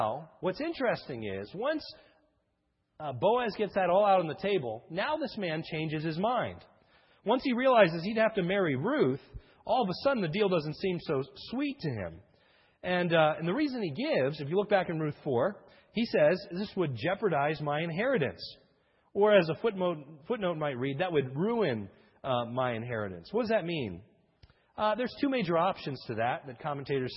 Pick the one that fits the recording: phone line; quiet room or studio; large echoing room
large echoing room